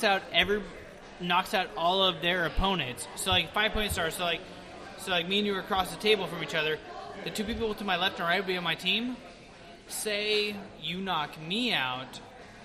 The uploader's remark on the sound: On 192nd Ave in Vancouver Washington at a Tap Room. This week is a little different as we won't be clean and proper BUT we love out live recordings.